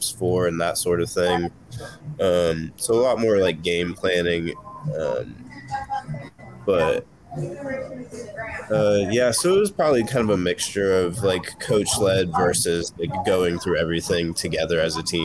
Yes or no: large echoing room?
no